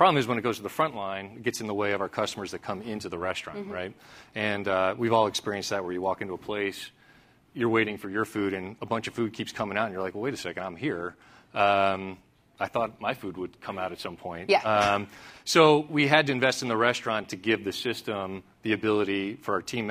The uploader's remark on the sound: At CNBC’s “Evolve” conference